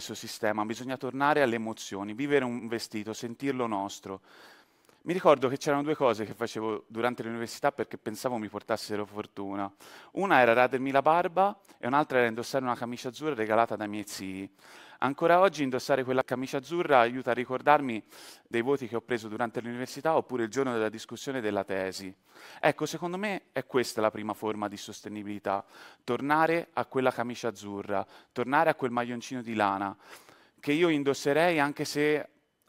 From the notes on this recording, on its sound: TEDxFirenze. This talk was given at a TEDx event using the TED conference format but independently organized by a local community.